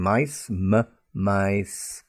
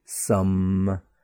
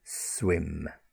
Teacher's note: the lips are together at the beginning or at the end